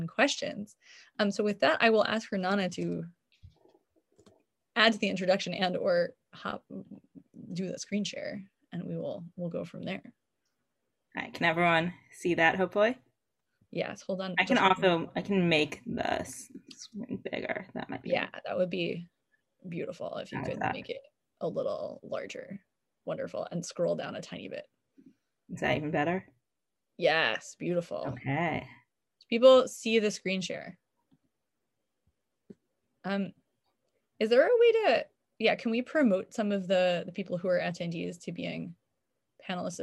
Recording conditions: video call